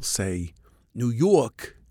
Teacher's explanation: When you drop the R's in New York, it's a mark of lower class English.